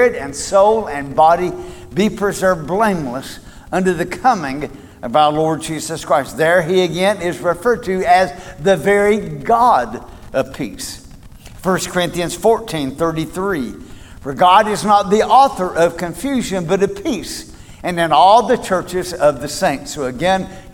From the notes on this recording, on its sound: Recorded at Cornerstone Church